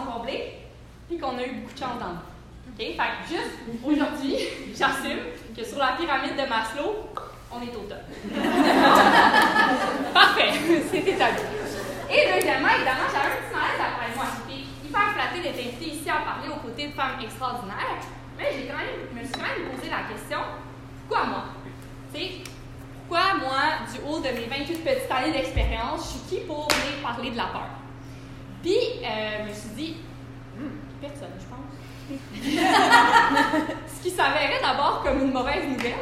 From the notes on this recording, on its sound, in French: Une conférence offerte en 2019 lors de la tournée « Actually I can » en collaboration avec Arc’teryx, un événement alliant empowerment au féminin et aventures en plein air.